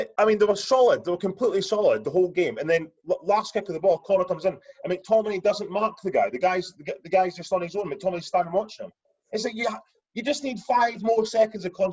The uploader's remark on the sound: back on zoom this week